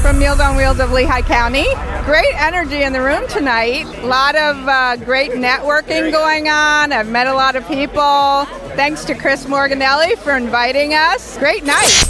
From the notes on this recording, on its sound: LIVE from the Launch Party of Issue No 3